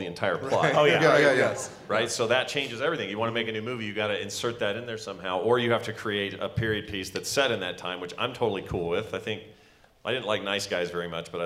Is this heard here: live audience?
yes